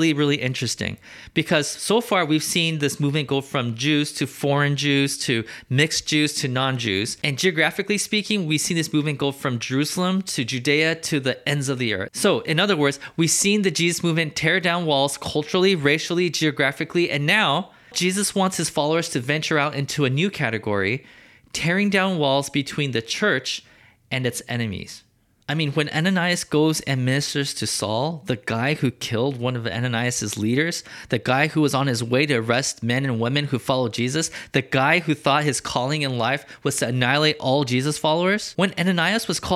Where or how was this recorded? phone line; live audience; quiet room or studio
quiet room or studio